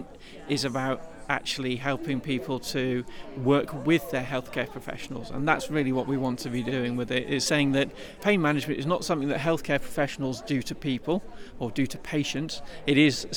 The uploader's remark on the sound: This edition of Airing Pain was recorded at the Living Well with Persistent Pain in Wales conference